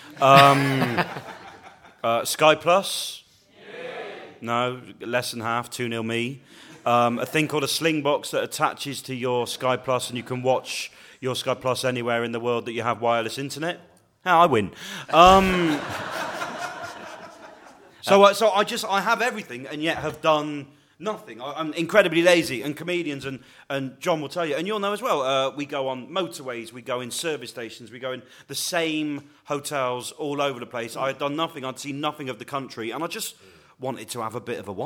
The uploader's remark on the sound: Edinburgh festival podcast: The Guardian Live at the Gilded Balloon.